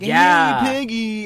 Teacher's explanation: It's like, nasality really to his voice.